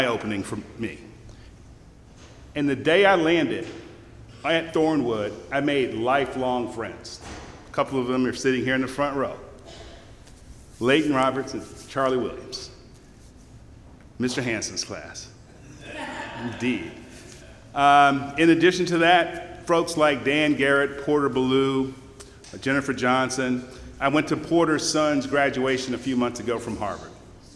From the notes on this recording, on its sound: give his Career Day keynote address